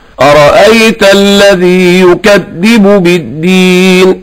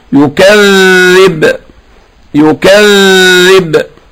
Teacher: إنما الذال ده حرف رخو، الصوت لا ينقطع معه · Shown in: second take